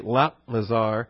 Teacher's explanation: Eleazar, you see in the Hebrew there, El Lazar, it would be how it'd be pronounced, and when you drop the initial Aleph, the initial consonant from El Lazar, it gets shortened to simply La Lazar